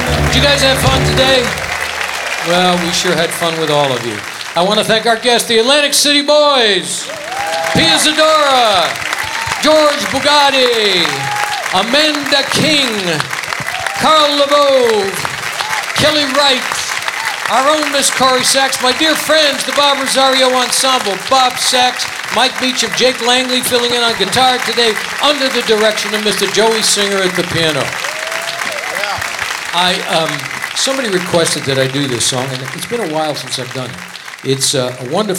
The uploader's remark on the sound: Live at the SouthPoint Casino